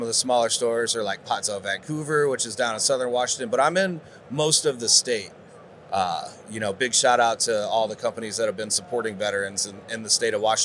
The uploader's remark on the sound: In this MJBizCon on-site interview